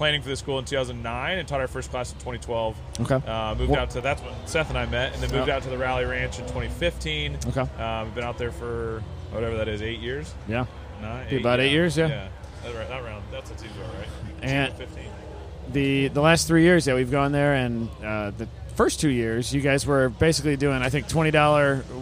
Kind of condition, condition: setting, busy venue